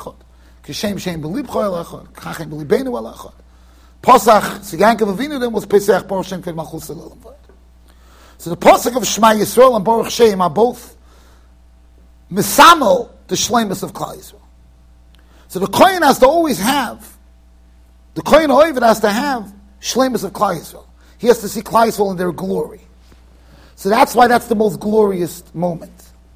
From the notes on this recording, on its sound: Shiur recorded in Yeshivas Ohr Reuven, Monsey NY.